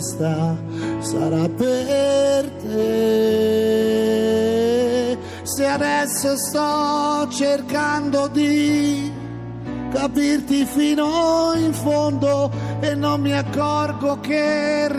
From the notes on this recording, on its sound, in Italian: Radio 2 Social Club in diretta dal Festival dei Sanremo.